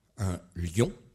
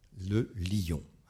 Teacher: il a le choix entre le dire de manière contractée, on dit faire la synérèse, contractée, un lion, ou de manière étendue, le lion. Hein, lion.